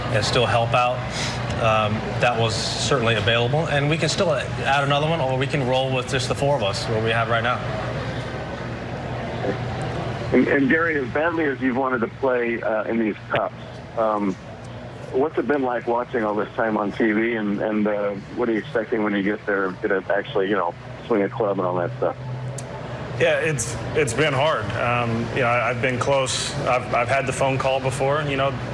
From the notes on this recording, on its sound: special Presidents Cup press conference